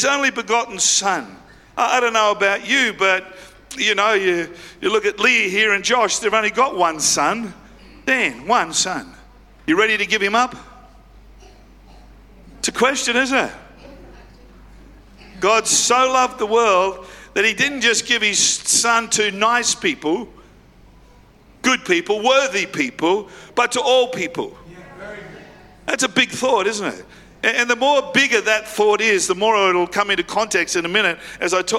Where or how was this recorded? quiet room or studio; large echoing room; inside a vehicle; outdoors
large echoing room